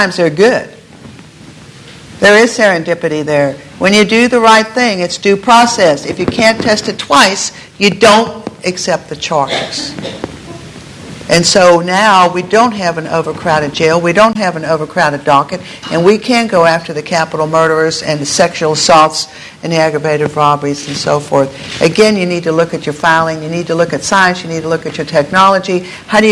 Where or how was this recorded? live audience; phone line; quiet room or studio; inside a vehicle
live audience